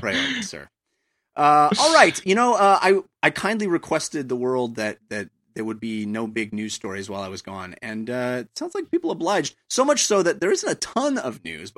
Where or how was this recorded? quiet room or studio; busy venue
quiet room or studio